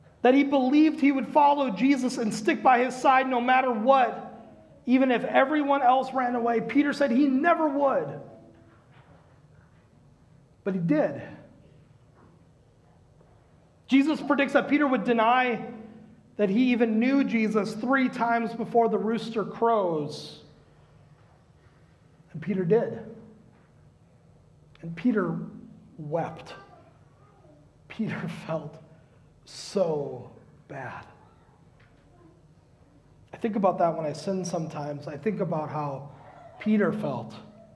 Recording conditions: large echoing room